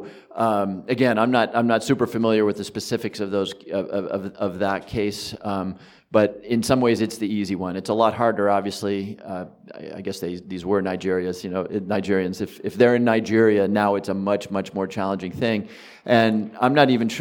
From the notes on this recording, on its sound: at NYU Law School as part of the "Catching the Cybercriminal: Reforming Global Law Enforcement" conference sponsored by the Center for Cybersecurity at NYU